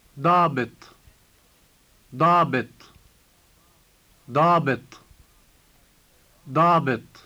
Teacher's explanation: The first sound is the emphatic D, and the word ends with the emphatic T.